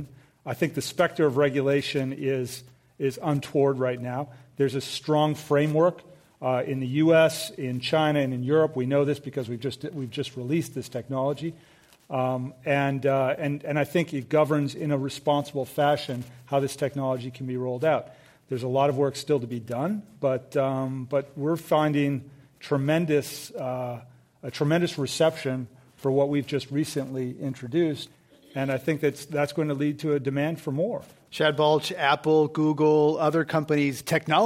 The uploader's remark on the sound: This program was recorded in front of a live audience at the Exploratorium with the Commonwealth Club of California.